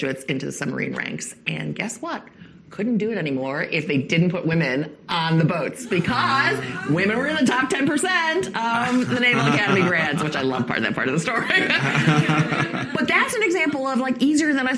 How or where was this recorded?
live audience